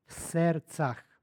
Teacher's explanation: imamo gomilanje suglasnika i prema uzoru na srpski jezik i ovdje jedan suglasnik tokom izgovora ispada